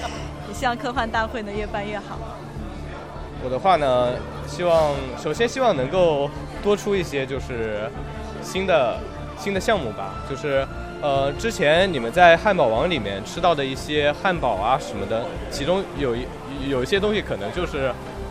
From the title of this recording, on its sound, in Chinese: S19.2017科幻苹果核圣诞趴现场采访